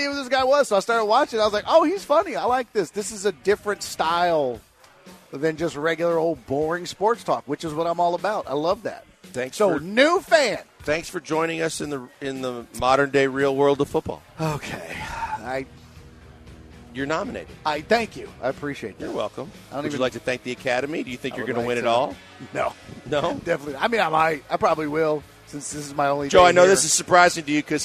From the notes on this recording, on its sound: live from The Decoy